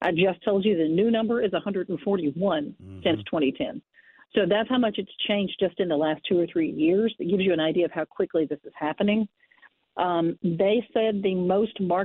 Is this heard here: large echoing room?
no